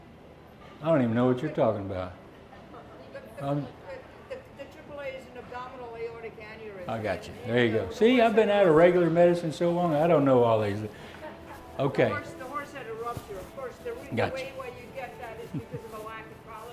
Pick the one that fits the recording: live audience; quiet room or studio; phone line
live audience